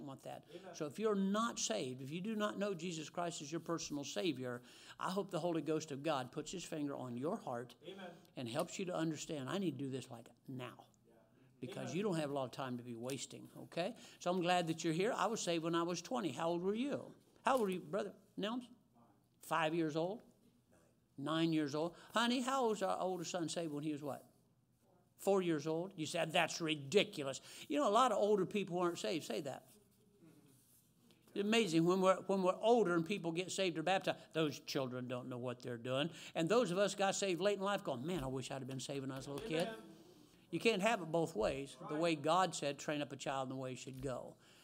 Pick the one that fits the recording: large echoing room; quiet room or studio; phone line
large echoing room